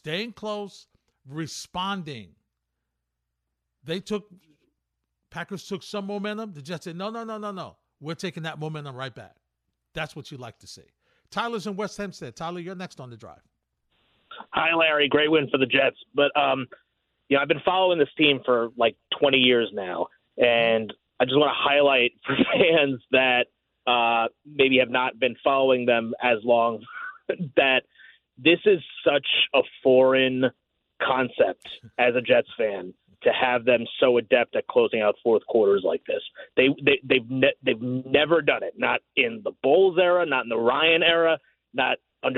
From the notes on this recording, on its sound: listener phone calls.